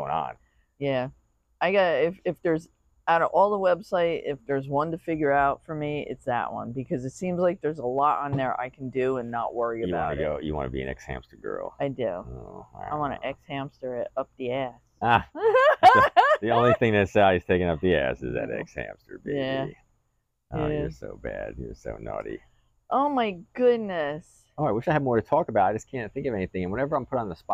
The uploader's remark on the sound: We're outside on our beach chairs, on the deck!